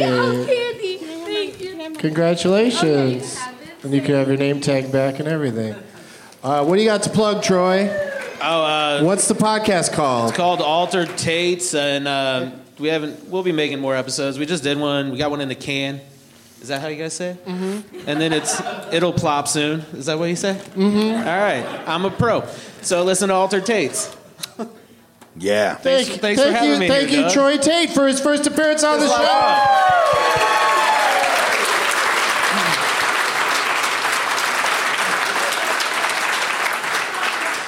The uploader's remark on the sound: Live from Comedy Off Broadway in Lexington, KY